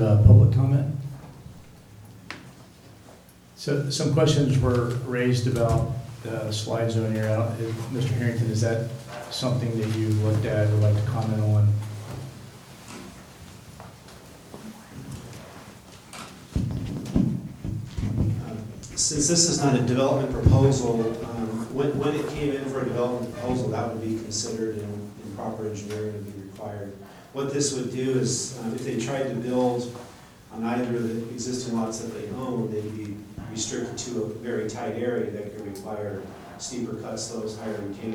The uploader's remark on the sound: Live recording of Astoria City Council meeting. Held in council chambers at 1095 Duane Street, 7 pm. This recording begins slightly after the opening gavel.